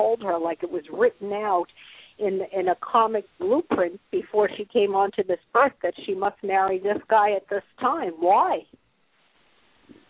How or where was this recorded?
phone line